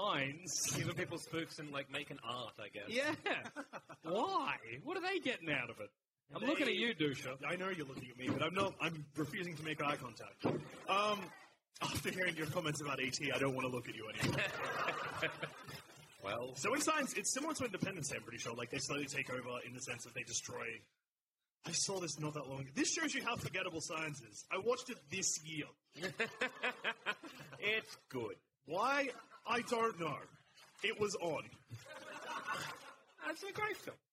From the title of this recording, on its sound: LIVE!